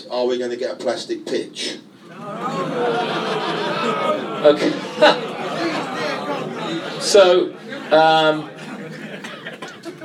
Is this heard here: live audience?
yes